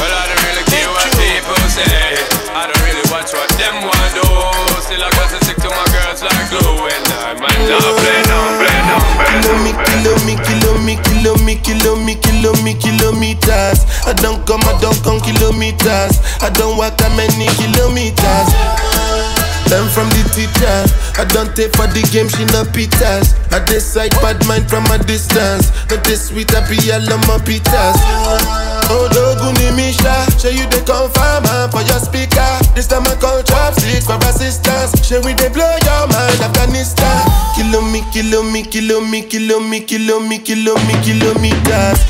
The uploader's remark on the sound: AFRO BEATS AND VIBES LIVE AT THE CAMP IN HUNTSVILLE AL